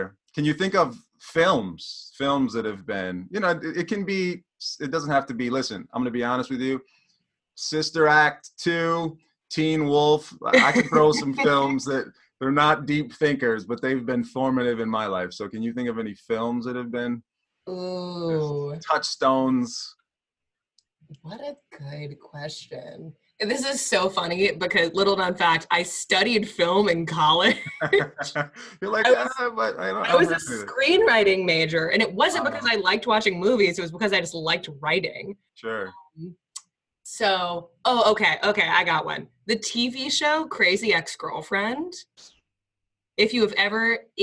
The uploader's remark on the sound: sit down (via Zoom)